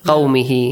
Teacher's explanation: Stretching the sound of ha. · Term: إشباعُ هاء الضمير